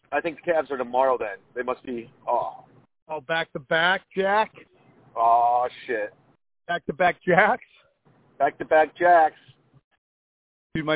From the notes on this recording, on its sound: You're favorite phone call podcast is back and we are in prime form. While kicking it at his old stomping grounds, Valvoline!